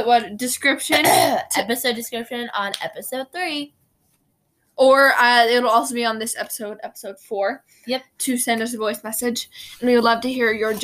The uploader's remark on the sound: we are so sorry if our audio is just not working out great today.